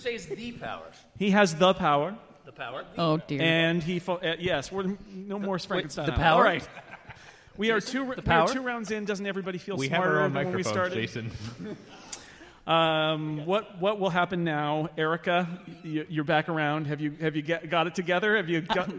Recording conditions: live audience